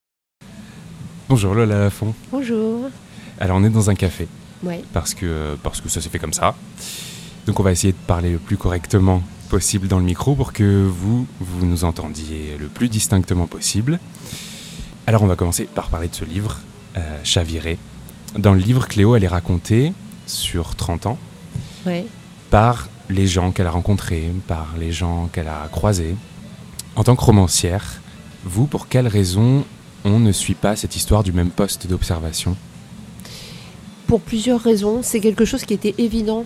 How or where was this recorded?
busy venue